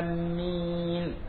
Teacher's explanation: ويجوز تشديد الميم مع المد